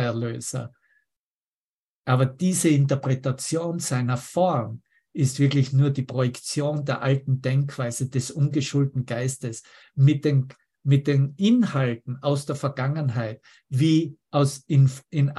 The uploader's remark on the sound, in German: Zoom-Session. Veranstaltet von der Aleph Akademie.